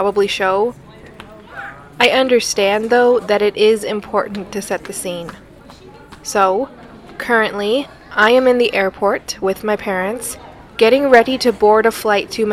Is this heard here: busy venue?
yes